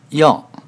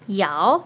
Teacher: 要, the fourth tone, not 姚, the second tone, as in Yao Ming